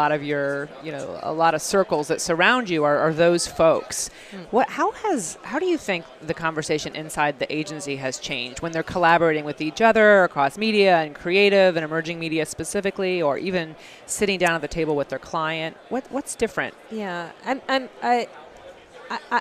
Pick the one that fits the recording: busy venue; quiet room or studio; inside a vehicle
busy venue